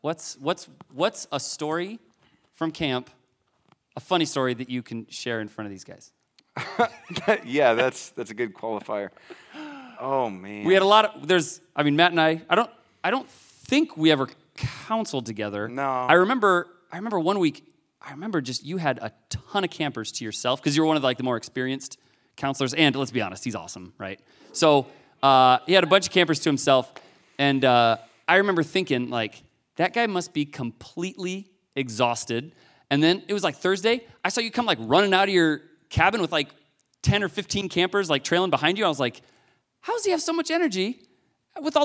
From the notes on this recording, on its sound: This very special episode of The Hidden Acres Podcast was recorded LIVE in front of the students at Forged, the student ministry of Stonebridge Church in Boone, IA.